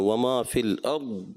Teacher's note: پھر اس کے علاوہ ضاد کی ادائیگی، کہ وہاں انہوں نے وما فی الارض، ارض نہیں کرنا، وما فی الارض، کلکلا نہیں ہونا چاہیے، ضاد کی ادائیگی ہو، کلکلے سے بچنا